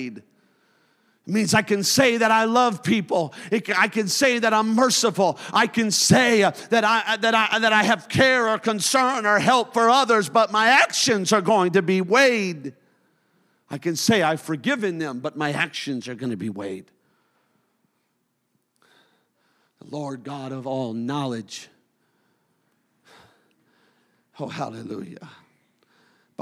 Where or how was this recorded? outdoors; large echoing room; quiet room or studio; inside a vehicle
large echoing room